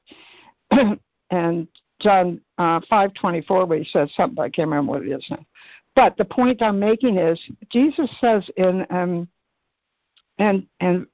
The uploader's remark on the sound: ACIM Daily Conference Call.